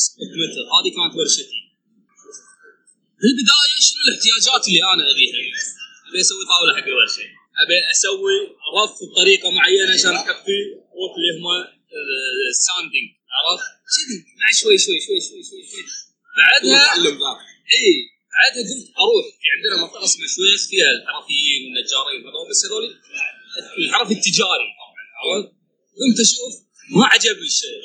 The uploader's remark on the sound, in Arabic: سجلنا الحلقة من وسط معرض ميكرفير الكويت ولذلك ستسمعون بعض الازعاج في الخلفية ، فالمعذرة على الجودة المنخفضة للتسجيل